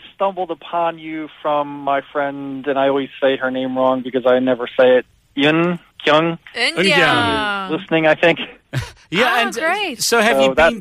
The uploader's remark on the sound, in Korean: (청취자 전화연결).